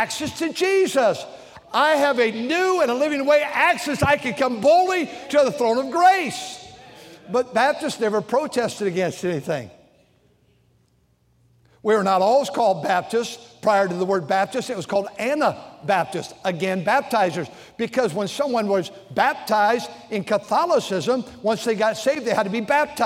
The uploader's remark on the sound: during the Sunday Morning service on June 4, 2023, at North Valley Baptist Church in Santa Clara, California